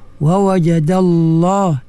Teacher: tebalkan lam pada Allah tu